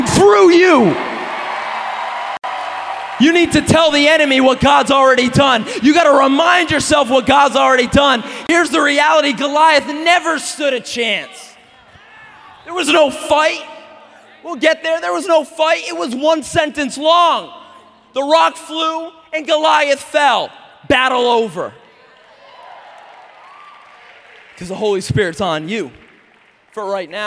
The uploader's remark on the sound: message at Awakening Conference 2016